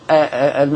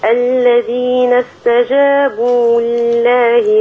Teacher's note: الواو المادية بمقدار حركتين